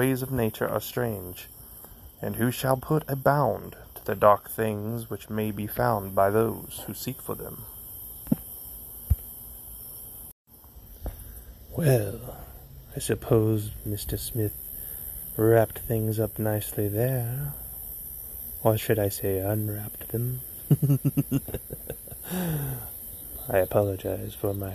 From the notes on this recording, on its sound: Tonight, I come to you from Yale Cemetery in Barton County, Missouri.